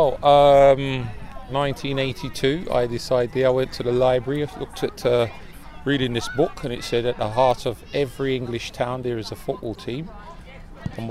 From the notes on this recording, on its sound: At The Match: Peckham Town 5-0 Stansfeld. With the ongoing pandemic resulting in hundreds of football games being played out in empty stadiums, finding a suitable venue for the return of At The Match has proved a bit trickier than usual. Packed the microphones onto the P4 bus and headed to Peckham Town FC!